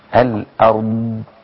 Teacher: فإذا وقفت على كلمة الأرض لابد أن أرقق الهمزة، أفخم الراء وأستطيل في الضاد